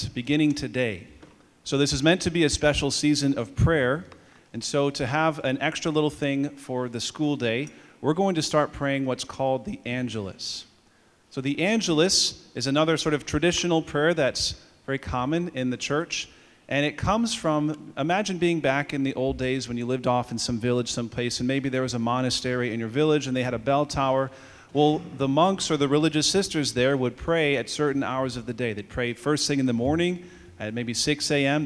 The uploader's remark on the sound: Audio from all school Mass on 2/14/24.